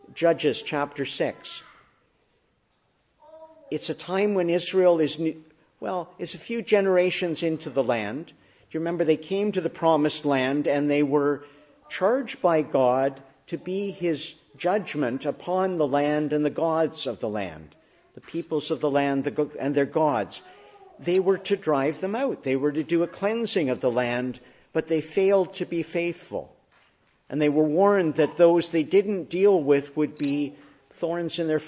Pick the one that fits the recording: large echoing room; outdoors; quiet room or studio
large echoing room